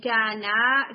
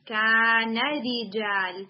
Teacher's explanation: پھر اسی طرح سے سکس میں جو ورڈ ہے وہ انہو کان رجال، یعنی کانا کر کے نہیں، کان رجال یعوذون برجال، یعنی نون کو صرف ون حرکہ آپ نے پڑھنا ہے · Shown in: second take